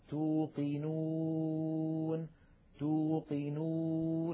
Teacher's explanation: جربوا هكذا مثلا ولا الضاء، تلاحظ بأن شكل اللسان عندئذ يشابه هذا الخط المرسوم باللون البنفسجي وقد كتب عليه الألف المادية، بينما اللون الأزرق يمثل شكل اللسان عندما ينطق الإنسان الواو، مثلا توقنون توقنون، لاحظوا بأن مقدمة اللسان هي قريبة من الأسنان السفلى، بينما مؤخرة اللسان قد ارتفعت إلى الوراء عاليا بخلاف الألف